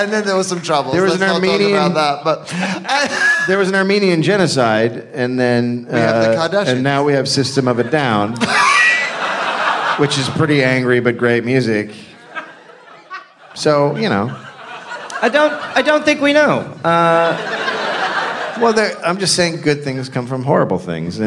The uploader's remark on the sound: Live from Melbourne, Australia